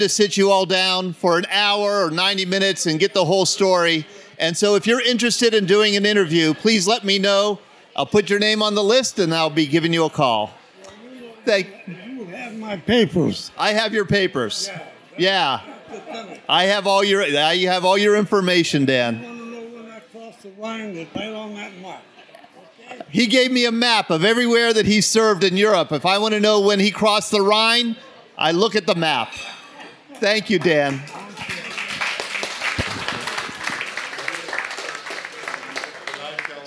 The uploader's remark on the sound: recorded live July 27, 2016 at Spoonwood Brewing Company in Baldwin, Pennsylvania